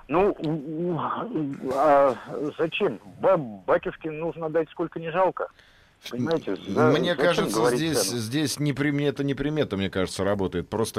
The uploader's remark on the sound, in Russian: по телефону прокомментировал тему